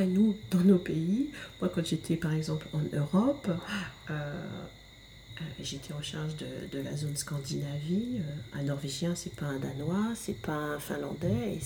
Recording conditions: sounds in the background